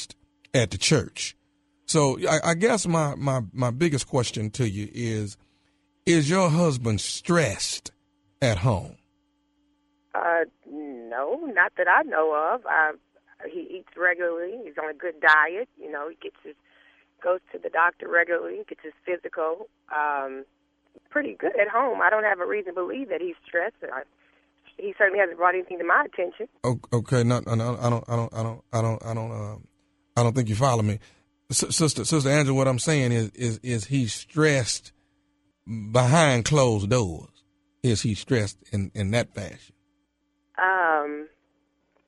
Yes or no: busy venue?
no